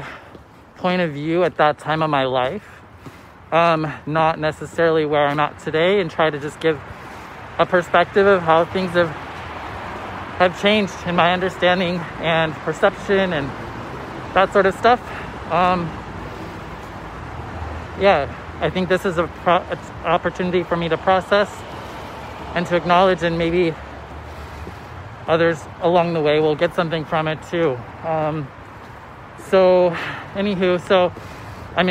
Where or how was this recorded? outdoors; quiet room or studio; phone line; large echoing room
outdoors